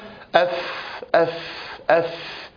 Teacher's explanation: الفاء العربية عندنا ما يميزها أنها مهموسة رخوة